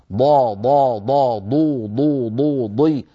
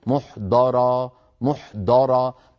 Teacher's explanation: الضاد من حافة اللسان اليمنى أو اليسرى أو منهما معا · Shown in: first take · ضا ضا ضا ضو ضو ضو ضي، وليس من طرف اللسان الأمامي.